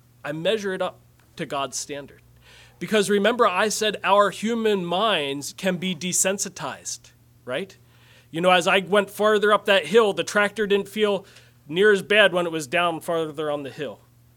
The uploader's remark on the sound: Message preached at Word of Hope on May 21, 2023